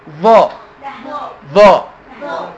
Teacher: الظا حاجتين، مفخمة وبطلع فيها لسان